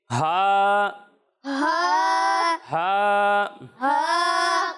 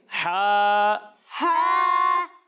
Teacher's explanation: اور جب آپ ہا کی ادائیگی کریں گے تو اسے حلق کے درمیان والے حصے سے پڑھیں گے · Shown in: second take